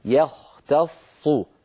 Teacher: نرقق الياء، نفخم الخاء، نرقق التاء نفخم الصاد، في هناك تداخل بين التفخيم والترقيق في هذه الكلمة.